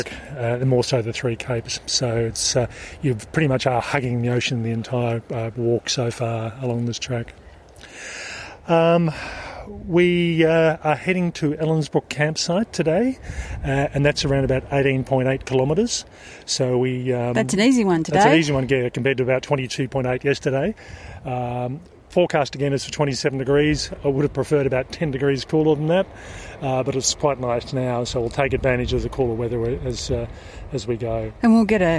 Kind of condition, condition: setting, outdoors